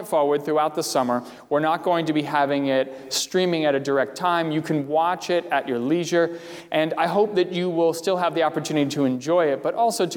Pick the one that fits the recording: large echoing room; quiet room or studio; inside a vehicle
large echoing room